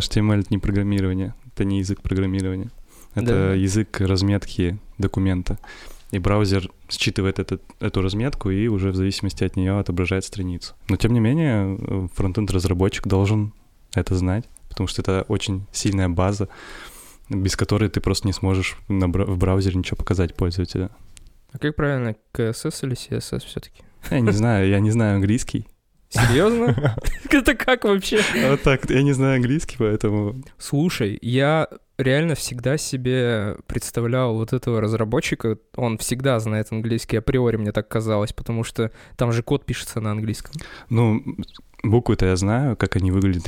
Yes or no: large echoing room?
no